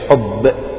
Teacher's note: فالباء من كلمة حب، فيقول لك لازم تحبس النفس والصوت وإلا طلعت الباء كأنها زي البي الإنجليزية